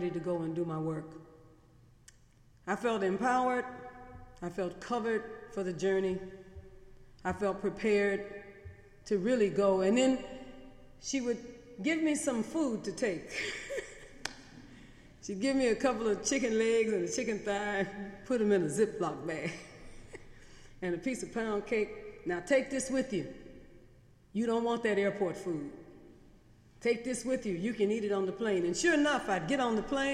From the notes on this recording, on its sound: Sermons preached on Sunday in The Memorial Church during the academic year.